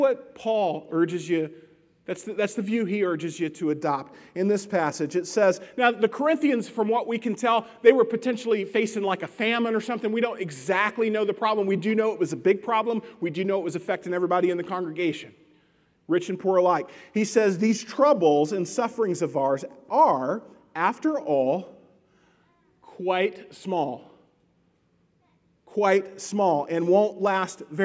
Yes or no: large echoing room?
yes